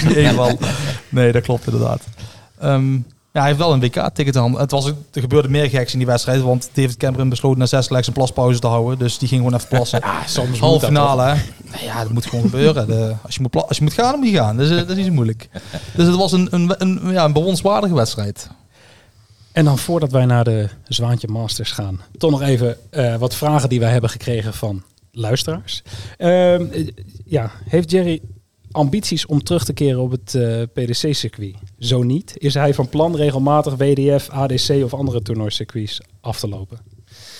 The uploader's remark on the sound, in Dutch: opgenomen op een prachtige locatie: Café 't Zwaantje in Eindhoven